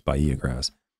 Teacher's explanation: you don't pronounce the H, it's Bahia grass